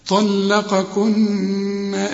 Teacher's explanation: والنون هنا عند الوصل وعند الوقف تغن